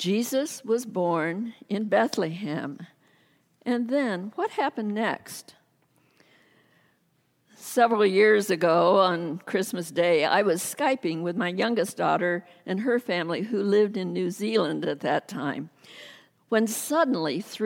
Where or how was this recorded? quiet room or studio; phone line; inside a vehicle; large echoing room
large echoing room